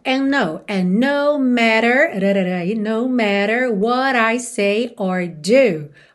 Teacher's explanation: você junta no N, ok? Pode ignorar o D. Então, and no matter, rarara, no matter what I say or do.